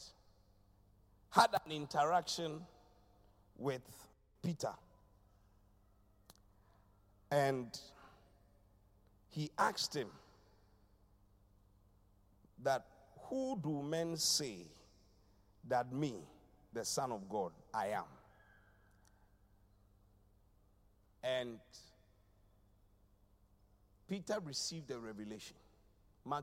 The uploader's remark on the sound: Preached at the Qodesh